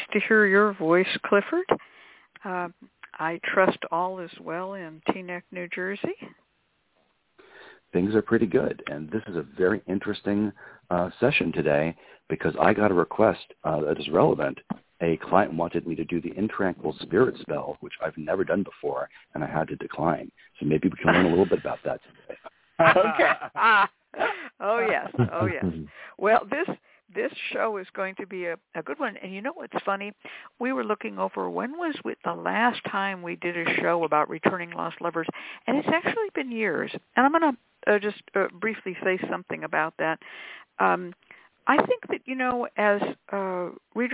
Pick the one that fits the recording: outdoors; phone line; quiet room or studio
phone line